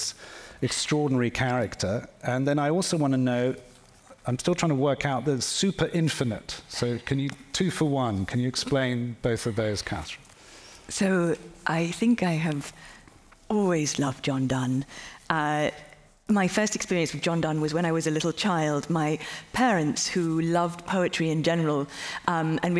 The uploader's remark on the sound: the Baillie Gifford Prize live event from Cheltenham Literature Festival